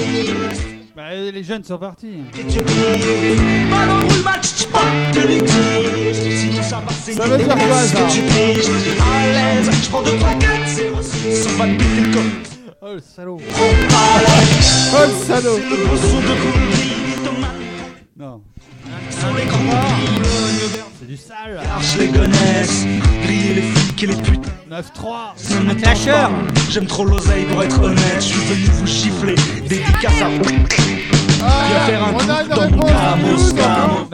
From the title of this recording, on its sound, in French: Emission Live "Citizen Bar"